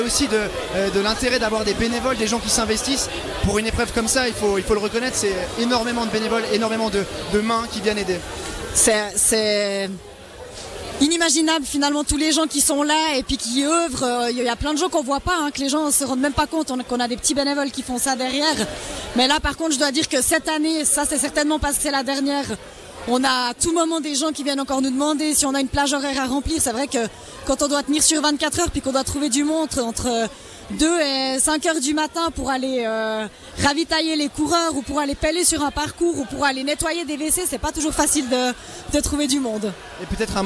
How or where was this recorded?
busy venue